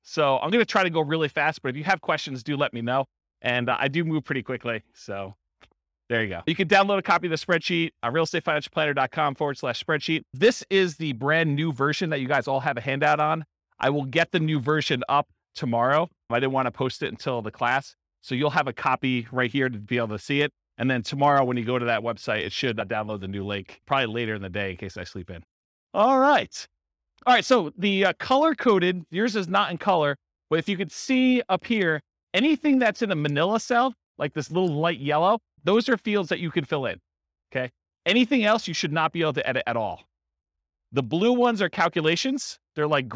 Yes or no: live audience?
yes